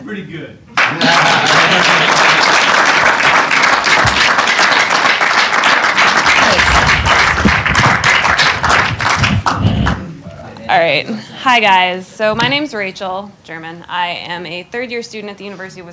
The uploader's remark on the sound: LIVE from Combined Sections Meeting